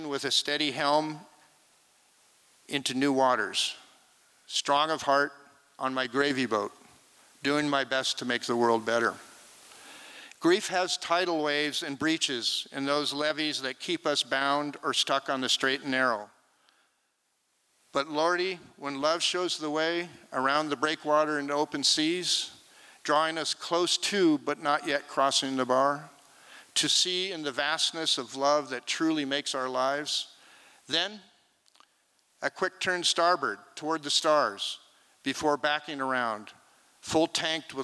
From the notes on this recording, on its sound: This recording was made on Saturday, February 25th, 2023, at the Liberty Theatre in Astoria, OR as part of the FisherPoetry Archive Project.